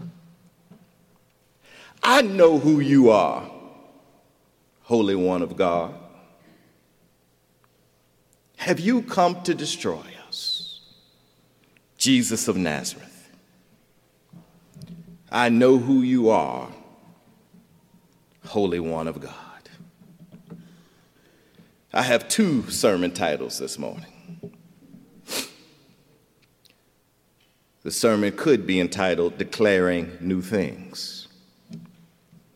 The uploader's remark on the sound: Recorded January 12, 2020 at Myers Park Baptist.